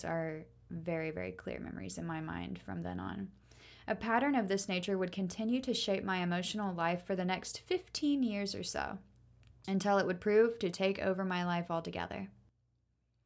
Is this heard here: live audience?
no